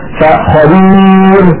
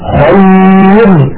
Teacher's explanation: هذه الراء المرققة لأن قبلها ياء ساكنة